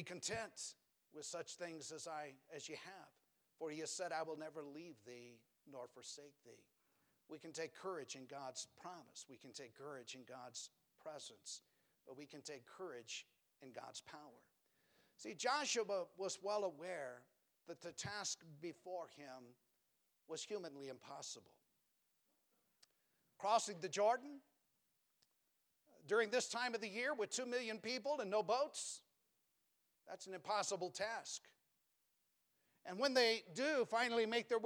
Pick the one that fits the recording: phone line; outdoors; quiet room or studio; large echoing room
large echoing room